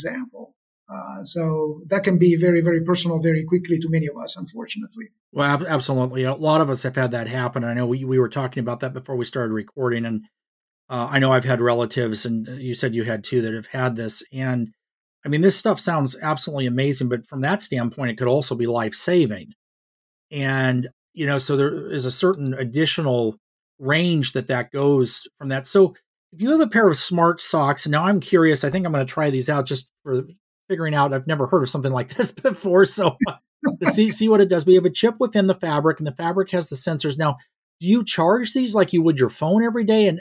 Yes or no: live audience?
no